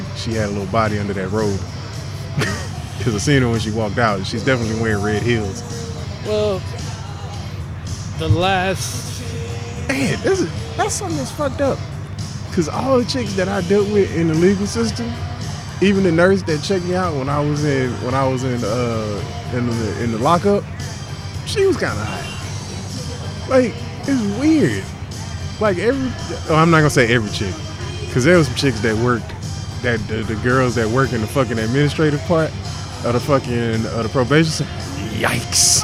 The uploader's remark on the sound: There were mics, there were drinks and a podcast was created from the best bar in the City of Austin.